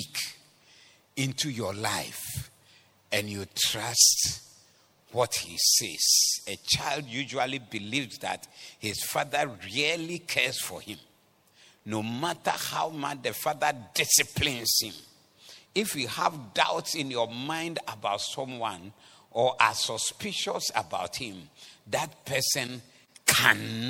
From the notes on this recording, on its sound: Preached at the Doxa Service 29102023